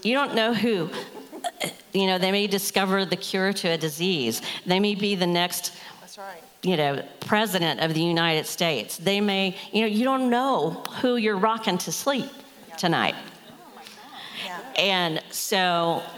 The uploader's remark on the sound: From the 2023 Interactive Women's Leadership Conference. Q&A with audience members.